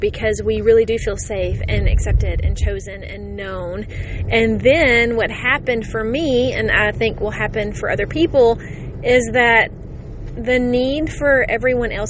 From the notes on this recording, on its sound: completely unedited and recorded from the car